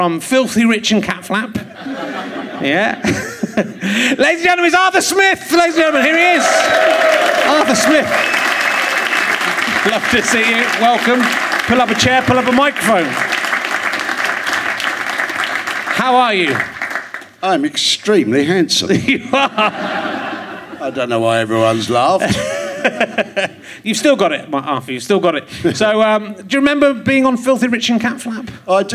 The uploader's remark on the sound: Leicester Square Theatre Podcast